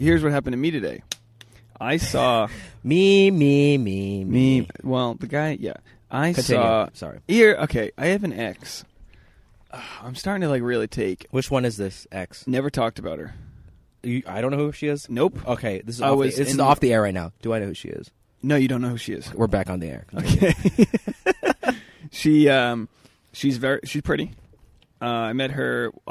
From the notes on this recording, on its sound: This episode was recorded LIVE from a yard sale.